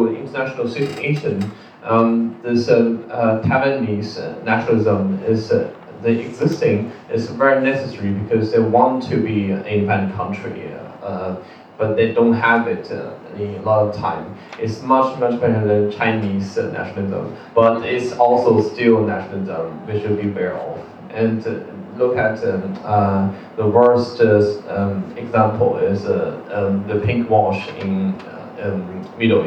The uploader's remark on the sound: It's a recording of a panel talk. Organized for Asian Diaspora Month 2019. Sorry for the bad audio quality!